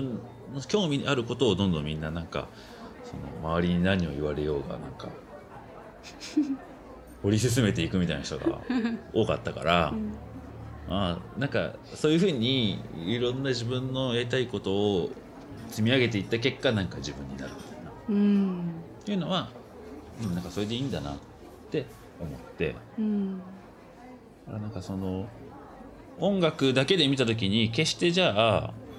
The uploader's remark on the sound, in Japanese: 収録は東京・代々木八幡のリトルナップコーヒーにて。